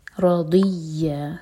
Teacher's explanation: وجعلہ ربی رضیہ، ضاد کو دال نہیں پڑھنا، زبان کے ٹپ نہیں یوز ہوگی، زبان کے سائڈ سے پڑھیں، سائڈ والے دانتوں میں کس کے لگا کے